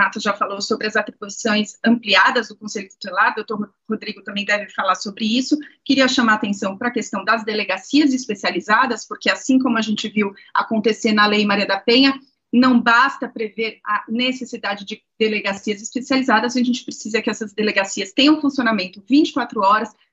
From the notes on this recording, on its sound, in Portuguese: O assunto foi debatido no webinar realizado pela Escola, em parceria com o Ministério Público de São Paulo.